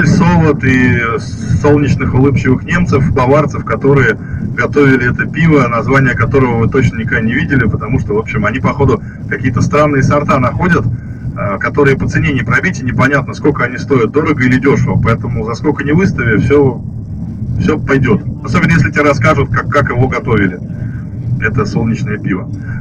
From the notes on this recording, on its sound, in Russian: Записали эту экспедицию на диктофон. Качество звука так себе.